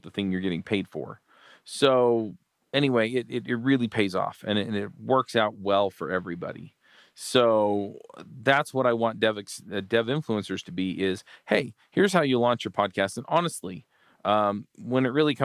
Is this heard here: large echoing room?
no